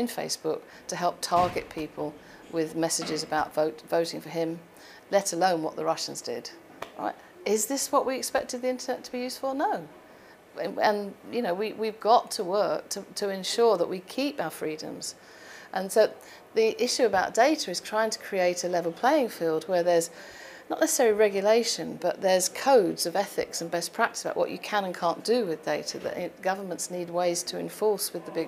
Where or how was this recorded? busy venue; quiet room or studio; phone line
busy venue